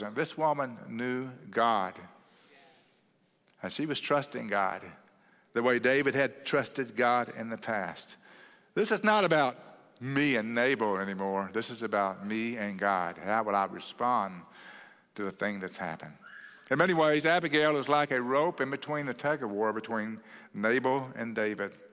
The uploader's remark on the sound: at Cross City Church in Euless, TX on May 14, 2023